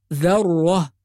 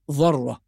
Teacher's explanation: يحول الذاء إلى ضاء بسبب أن الراء مفخمة · Shown in: second take · فنقول ذرة ولا نقول ضرة.